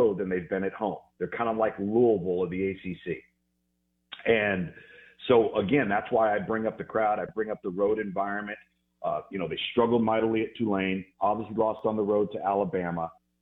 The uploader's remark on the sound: Joins the show on the Farm Bureau guest line talking about the biggest stories in college football live in the BankPlus Studio.